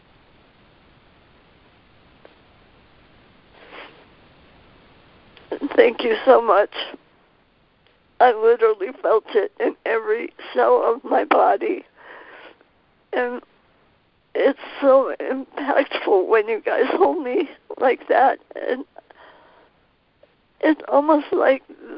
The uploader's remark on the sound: A Course in Miracles [ACIM] Students are joining together on a Free Conference Call.